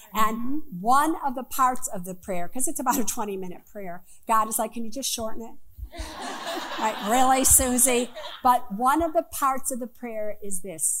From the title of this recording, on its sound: Live From The Apollo Theater